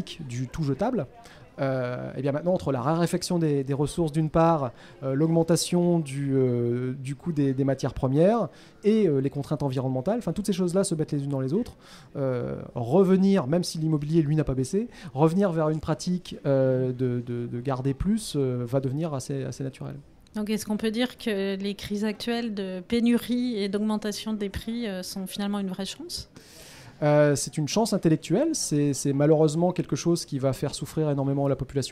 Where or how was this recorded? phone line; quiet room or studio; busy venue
busy venue